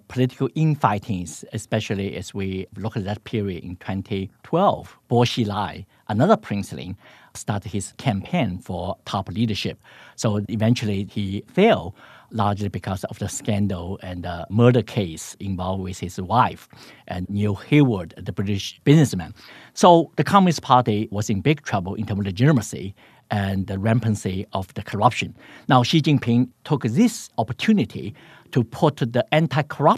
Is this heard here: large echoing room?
no